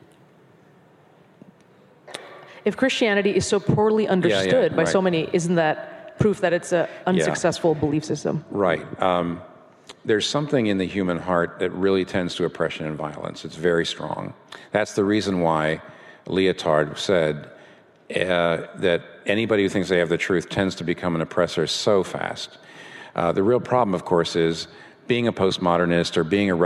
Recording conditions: live audience